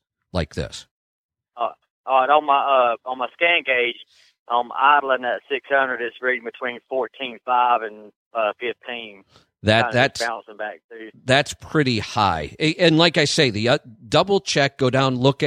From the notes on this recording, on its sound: We'll be taking your calls.